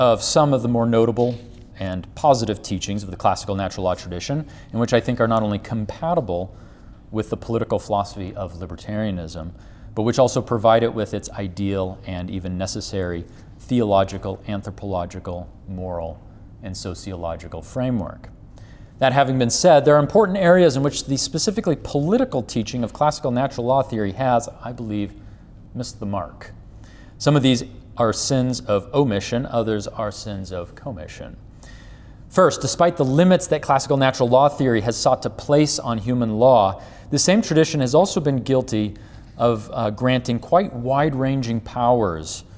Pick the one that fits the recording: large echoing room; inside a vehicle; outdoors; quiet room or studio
large echoing room